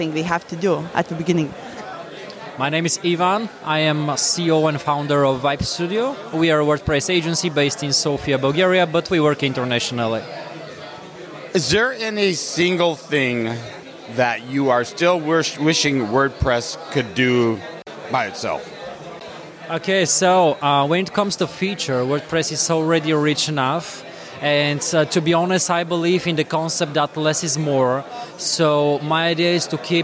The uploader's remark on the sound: Random Q&A with Attendees at WordCamp Europe 2023